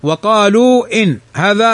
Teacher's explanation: فهذا مد جائز منفصل يمد بمقدار حركتين قصرا أو 4 توسطا أو 5 فوق التوسط